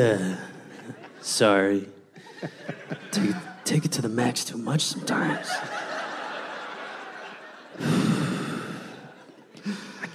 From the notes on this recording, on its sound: Recorded live at the San Jose Improv.